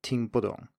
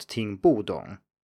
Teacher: the bu in here is not pronounced with the full fourth tone, but rather a neutral tone · Shown in: first take